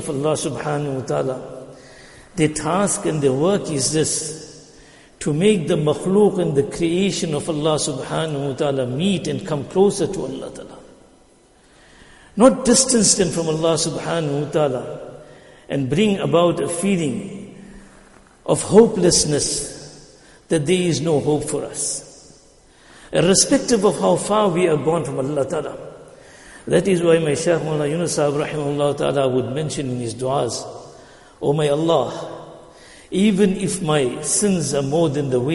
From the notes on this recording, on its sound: Jumuah lecture